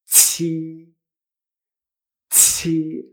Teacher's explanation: esa explosión de aire es lo que queremos con la Q